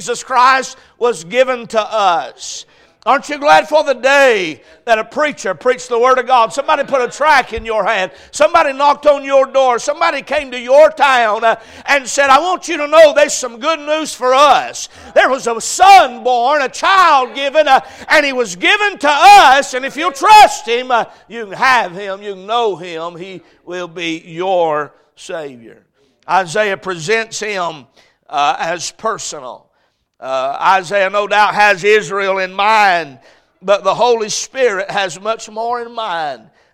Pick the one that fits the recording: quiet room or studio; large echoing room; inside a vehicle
large echoing room